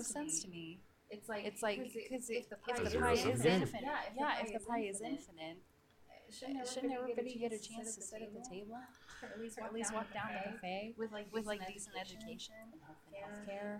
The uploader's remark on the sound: Recording a podcast together while in the same place! Couldn't get the technical issues figured out.